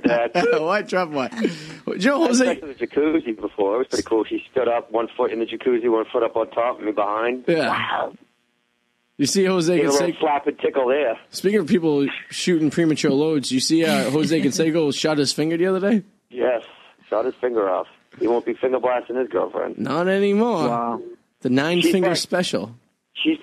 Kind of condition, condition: link, phone line